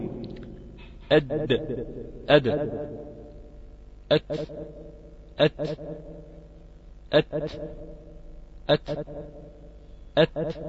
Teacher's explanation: الدال والتاء والطاء من طرف اللسان مع أصول الثنايا العليا من اللثة · ظهر طرف اللسان مع اصول الثنايا العليا، اللثة التي نبت منها الاسنان العليا